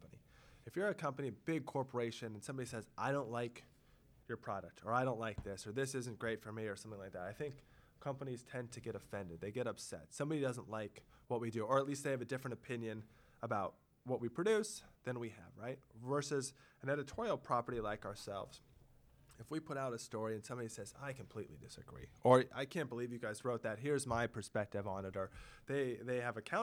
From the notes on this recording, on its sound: Recorded: Monday April 9, 2018 12:30 pm (at FITC ). Recorded: Monday April 9, 2018 12:30 pm (at FITC ).